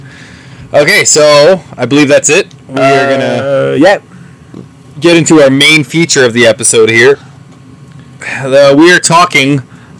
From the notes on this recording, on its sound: Excuse the less than average sound quality in this one as we were super excited about our new mics and might have rushed the recording a bit.